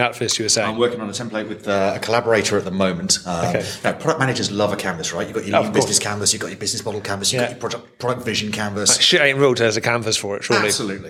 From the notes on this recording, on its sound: At the Product Elevation 2022 conference in Dublin. I am sat in the conference venue.